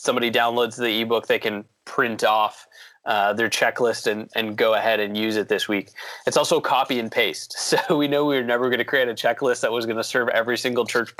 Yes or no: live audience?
no